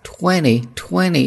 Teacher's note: 20中间的第二个 t 读含糊的 d 美式发音